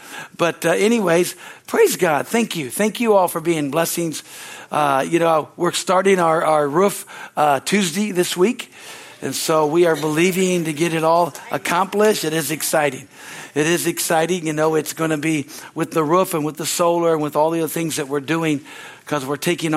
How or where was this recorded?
large echoing room